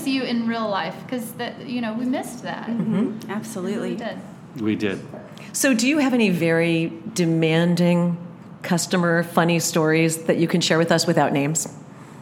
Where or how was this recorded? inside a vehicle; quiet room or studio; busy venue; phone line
busy venue